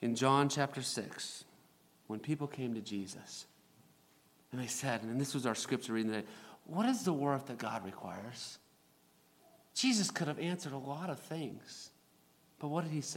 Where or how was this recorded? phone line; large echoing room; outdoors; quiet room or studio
large echoing room